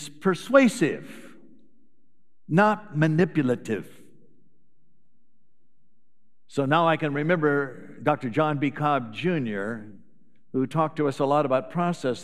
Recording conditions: large echoing room